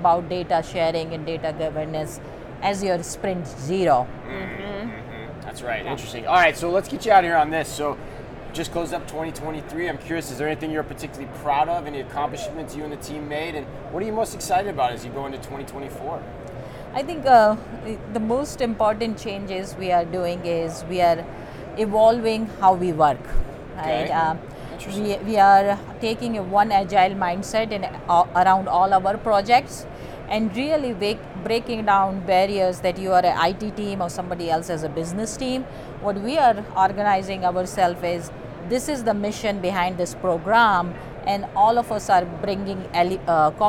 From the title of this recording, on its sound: Live From NRF 2024